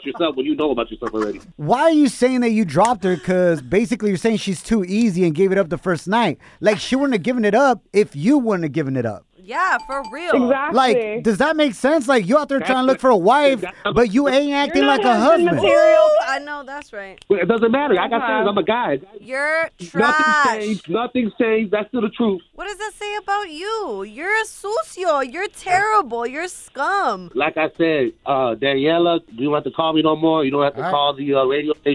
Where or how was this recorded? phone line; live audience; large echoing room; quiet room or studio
phone line